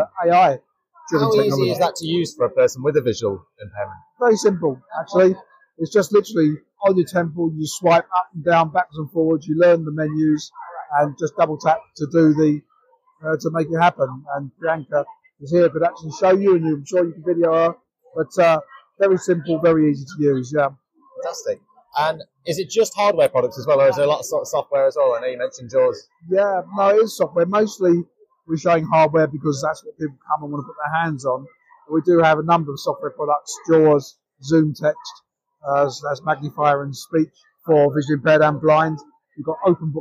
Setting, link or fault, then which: setting, busy venue